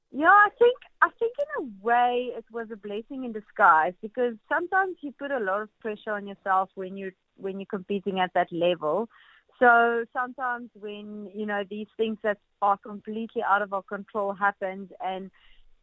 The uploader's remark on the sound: Guest on the line. A keynote speaker from Cape Town.